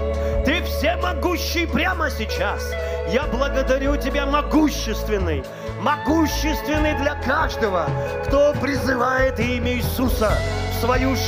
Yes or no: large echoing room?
yes